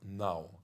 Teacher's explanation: the first N is with your tongue outside, so it's kind of interdental